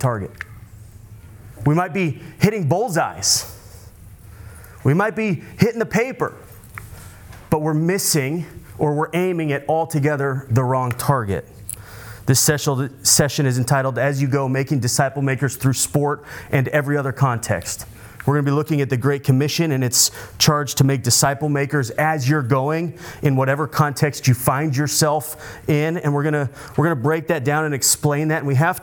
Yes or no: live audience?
yes